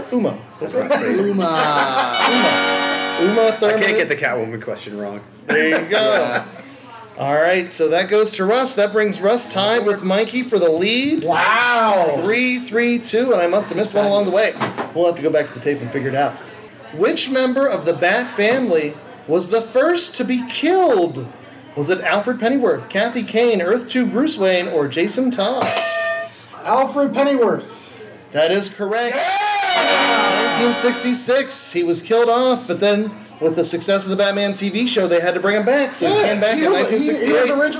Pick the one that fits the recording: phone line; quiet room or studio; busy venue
busy venue